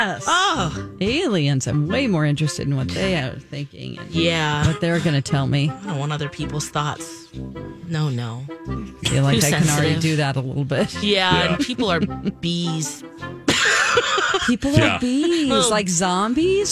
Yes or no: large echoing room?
no